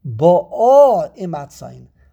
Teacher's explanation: There are two syllables, and the emphasis is on the second syllable.